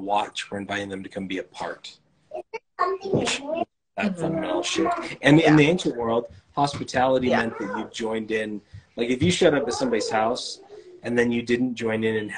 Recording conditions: video call